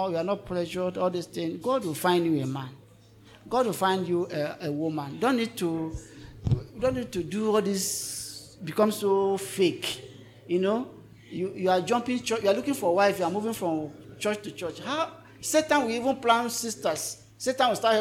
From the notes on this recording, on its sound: This is the Q/A session from our 2022 Singles' Conference.